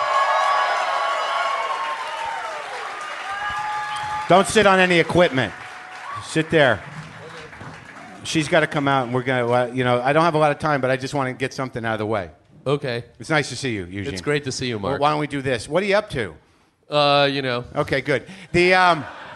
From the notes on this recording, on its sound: Live from Brooklyn, NY